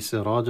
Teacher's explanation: تفخم الراء وتفخم الألف التي بعدها، لأن الألف في التفخيم والترقيم، الألف في التفخيم والترقيق تابع لحرف ما قبلها ترقيقا وتفخيما، فإن حرف الذي قبل مفخمة تفخم، وإن كان حرف التي قبلها مرققة فترقق.